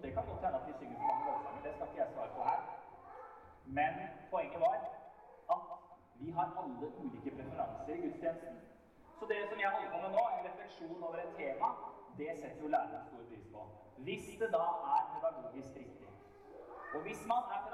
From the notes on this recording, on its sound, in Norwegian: Vi beklager dårlig lydkvalitet i dette opptaket.